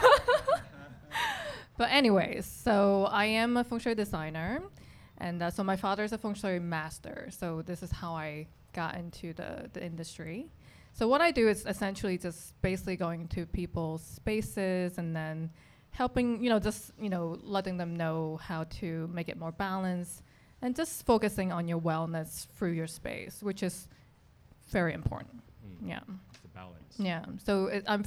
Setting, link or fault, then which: setting, live audience